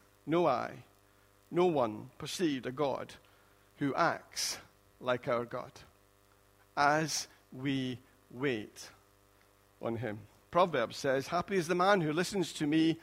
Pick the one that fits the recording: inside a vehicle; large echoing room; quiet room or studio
large echoing room